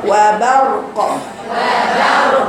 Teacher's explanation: باء رقيقة راء مفخمة قاف